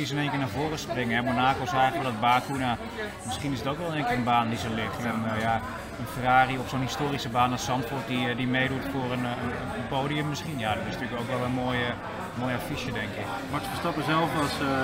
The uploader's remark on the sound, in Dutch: In de week van de Dutch GP komt Paddockpraat, de podcast van Formule 1 Magazine, live vanuit Zandvoort. In Strand 21, de thuisbasis van MP Motorsport.